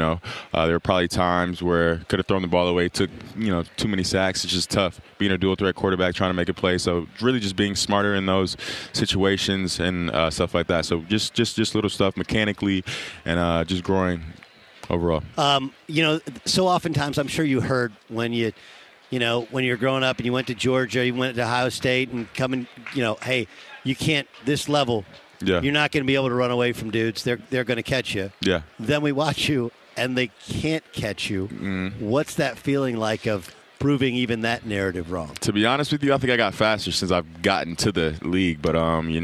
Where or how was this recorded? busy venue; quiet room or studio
busy venue